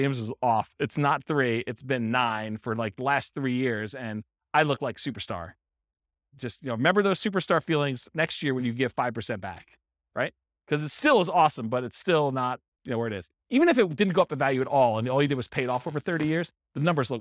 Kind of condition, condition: setting, live audience